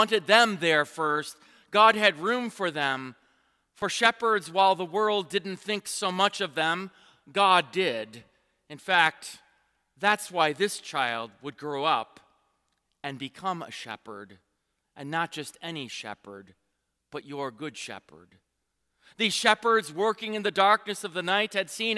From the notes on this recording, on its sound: Christmas Eve Divine Service.